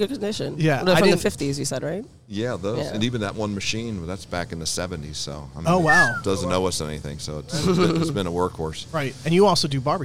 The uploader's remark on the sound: On location at a Greek owned, German butcher! A must visit if you are in the Hudson Valley!